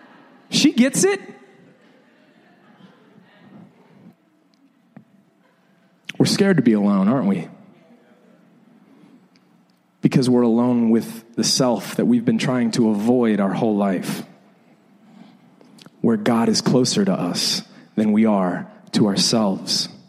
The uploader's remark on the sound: This is the second in a series of sermons we recorded a few years ago. Preached several years ago at LIFE Church in Bexley, Ohio.